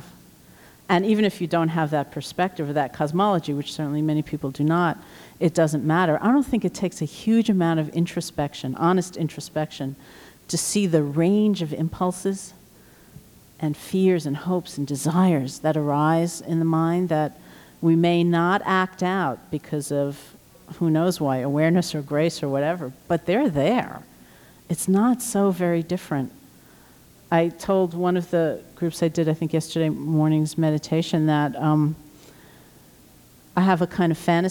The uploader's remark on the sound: Presentation from The Body & Soul Conference, held in 1998 in Boston, MA.